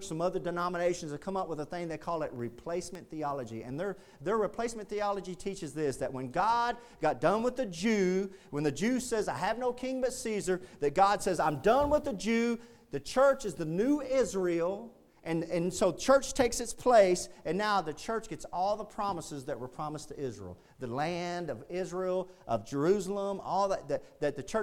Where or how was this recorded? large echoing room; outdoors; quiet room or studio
large echoing room